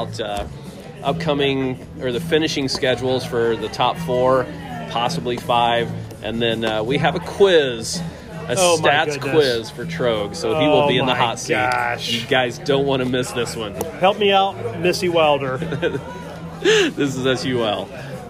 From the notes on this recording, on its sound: On location at Deviate Brewing.